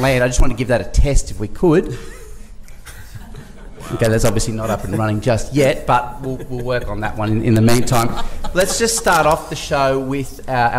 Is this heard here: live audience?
yes